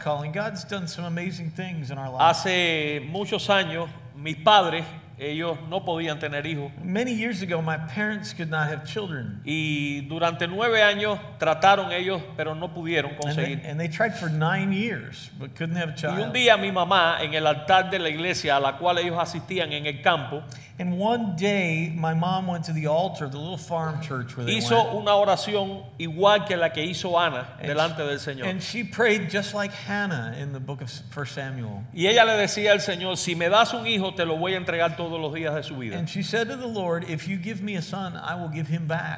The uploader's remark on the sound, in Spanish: Fue capturado en vivo el 6 de octubre de 2019 en la iglesia 4 Corners en West Chester, OH.